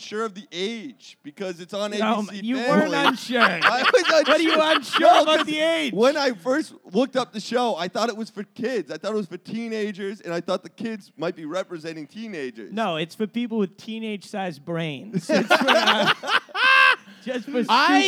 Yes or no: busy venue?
yes